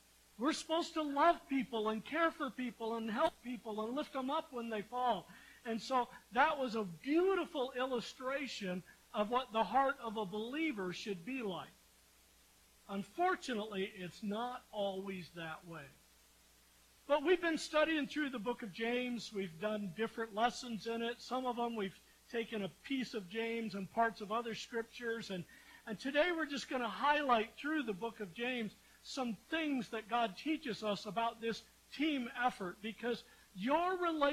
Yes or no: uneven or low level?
yes